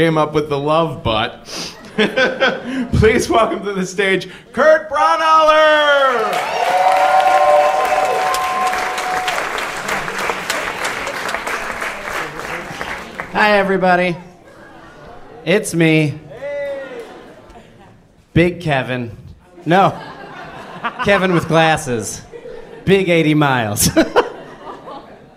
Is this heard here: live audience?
yes